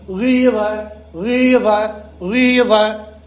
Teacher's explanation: بقت أنا صراحة نطق غلط صح، مش مو النطق غلط يجوز لا طلع غلط، بس هو كتحليل علمي التنظير علمتك إياها، هو النطق بين ضمة قصيرة وكسرة طويلة، أي أنك تنطق بكسرة فيها رائحة الضم، فيها رائحة الضم، يعني بتعبير العامي تخرج نصف ضم، نصف ضم والكسرة تبقيها على تمامها نصف ضم. · أن تجمع في النطق بين ضمة قصيرة وكسرة طويلة · Term: الإشمام